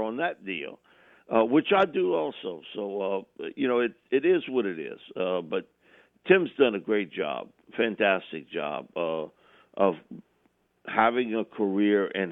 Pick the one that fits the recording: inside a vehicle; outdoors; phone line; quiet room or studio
phone line